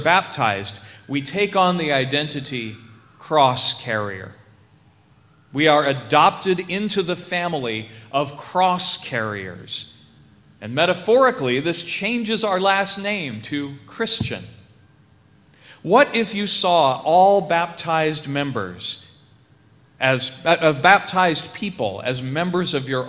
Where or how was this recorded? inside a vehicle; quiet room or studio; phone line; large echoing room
large echoing room